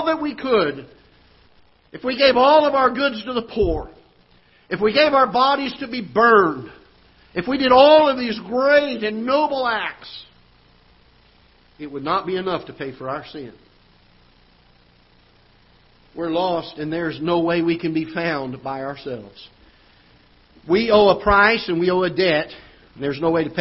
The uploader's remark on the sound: Ketha Heights Baptist Church ~ Live Broadcast